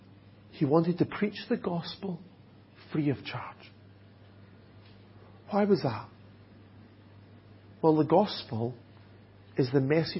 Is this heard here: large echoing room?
yes